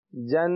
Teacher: جن یہ آپ نون میں باقی رہے غنہ کی وجہ سے، اور جن یہ جو نہ کھینچنا ہے یہ کھڑا زبر ہونے کی وجہ سے.